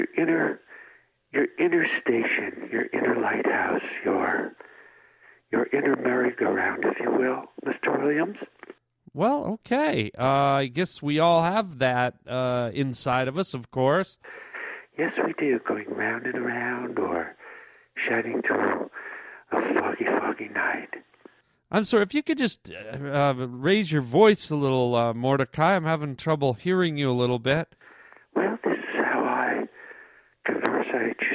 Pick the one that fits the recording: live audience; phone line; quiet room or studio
phone line